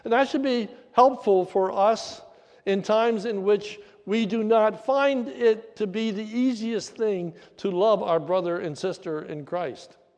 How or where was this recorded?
large echoing room